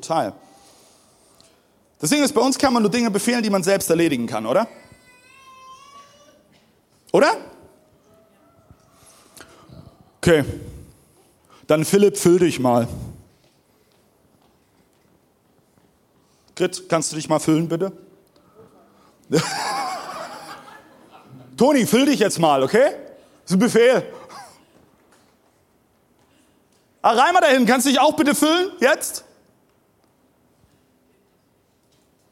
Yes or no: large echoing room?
yes